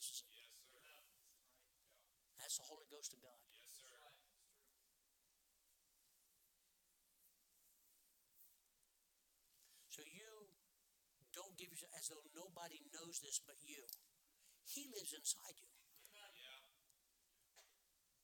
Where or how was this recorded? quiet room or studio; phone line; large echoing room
large echoing room